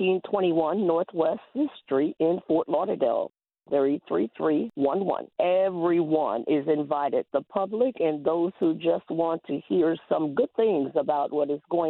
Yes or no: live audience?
no